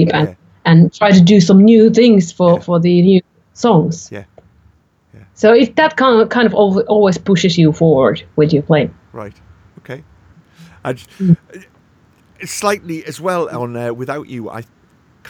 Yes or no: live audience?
no